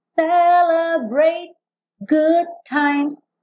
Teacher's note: Não vai quicar duas vezes, uma no D e uma no T. · Celebrate, não tem o E final, celebrate. O T, na verdade, já quase não aparece.